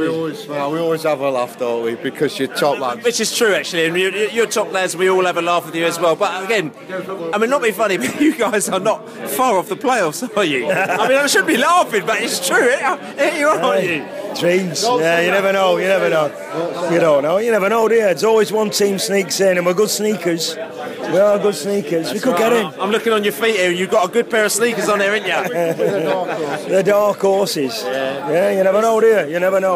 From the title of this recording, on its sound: post-match podcast from the pub